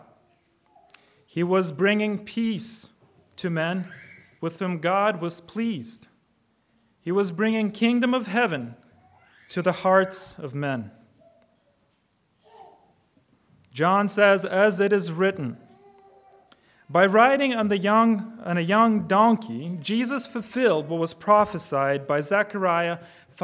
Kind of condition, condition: setting, large echoing room